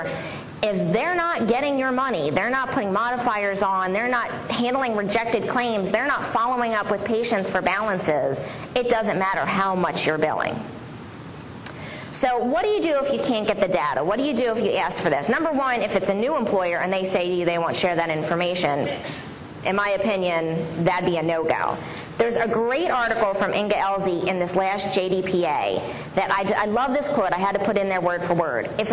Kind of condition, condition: setting, live audience